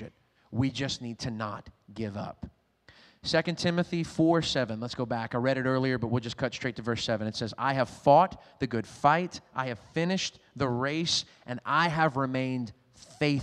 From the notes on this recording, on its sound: was recorded on Sunday, June 20th, 2021, during service at The Anchor Church in Rockport, Maine.